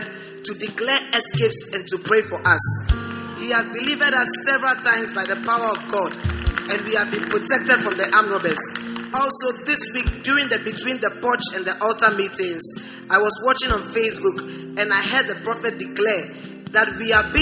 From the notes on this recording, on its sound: Preached at the First Love Center, Accra.